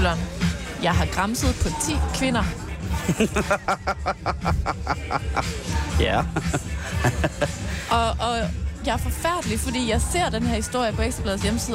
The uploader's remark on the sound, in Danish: I dag live fra Roskilde.